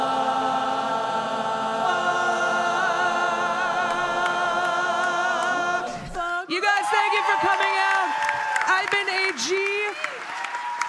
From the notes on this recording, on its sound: Please enjoy this recording of our live show at The Parkway Theater in Minneapolis!